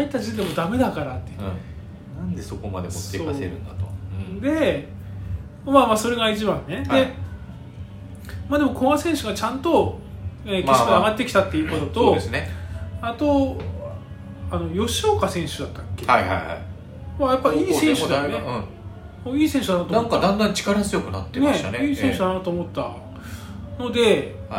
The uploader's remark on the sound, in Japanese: カラオケボックスでの収録なので周りがちょっとうるさくてすいません。